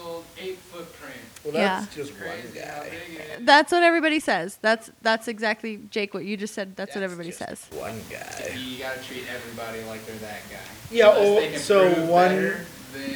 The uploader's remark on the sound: REALLY BAD AUDIO ALERT. We did have some audio issues this week but have resolved them and expect it to be loud and clear for y'all going forward.